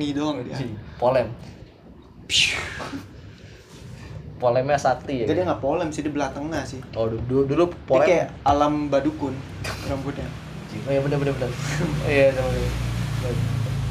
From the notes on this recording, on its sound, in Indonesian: Rekaman di sekitar lokasi demo (Palmerah). Ngerekam dari lokasi sekitar area demo biar greget.